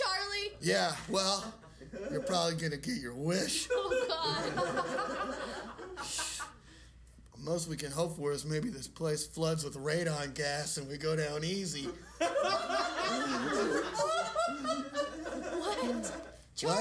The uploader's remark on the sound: from the 7th annual Chicago-Raliegh improv festival (formerly i3) at ComedyWorx for our third live show!